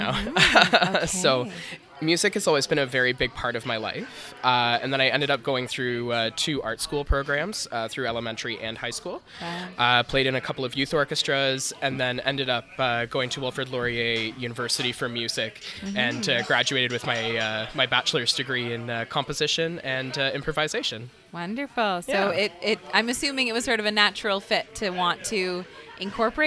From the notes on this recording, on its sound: broadcast live from Adventurers Guild in DTK